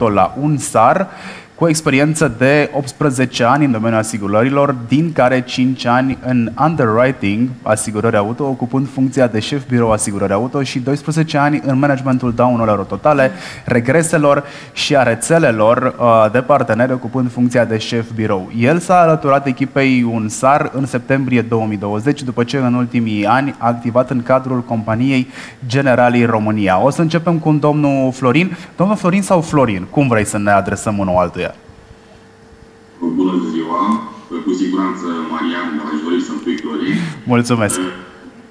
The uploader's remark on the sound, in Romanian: FRAUD SUMMIT 2021. Pe scena evenimentului, fizic și via Zoom.